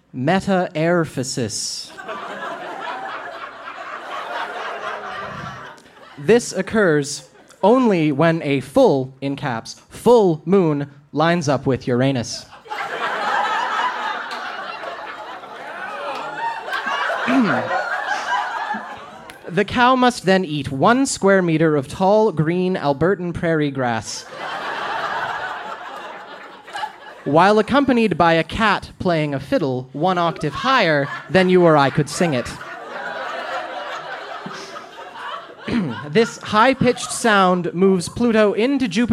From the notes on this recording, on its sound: Recorded live at the Mercury Room in Edmonton, AB.